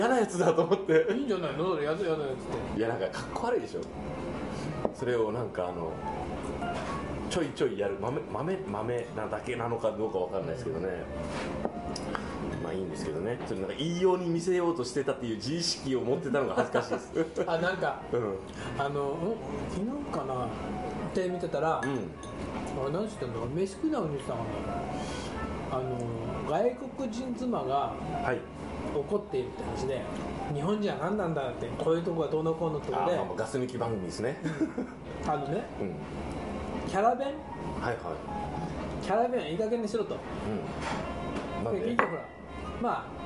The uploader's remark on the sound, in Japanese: ご近所の居酒屋「癒」でのゲリラ収録２周目です。